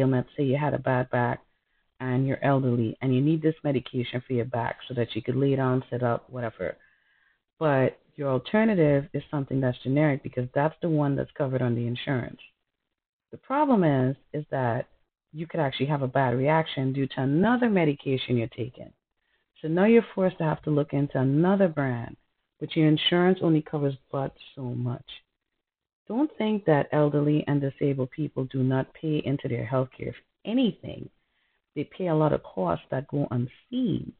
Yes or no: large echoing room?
no